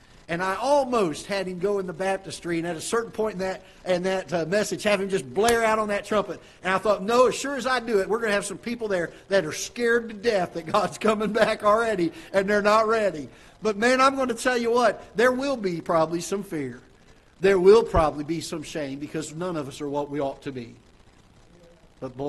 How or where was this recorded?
large echoing room